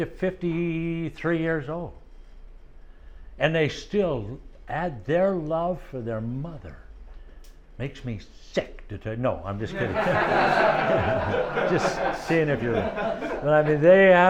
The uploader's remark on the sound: 2024 South Florida Young Adults Conference workshop.